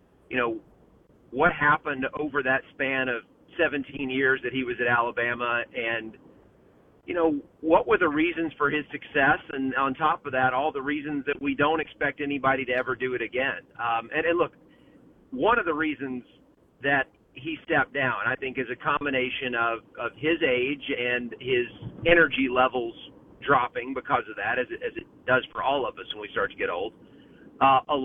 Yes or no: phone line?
yes